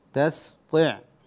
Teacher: الطاء يعني وإن كانت مكسورة فهي مفخمة